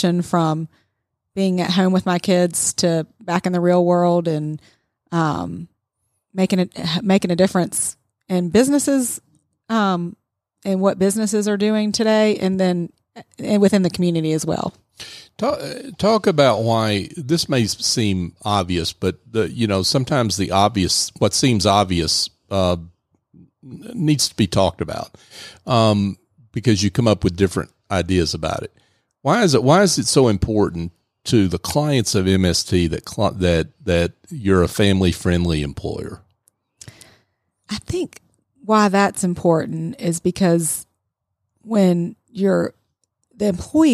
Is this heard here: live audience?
no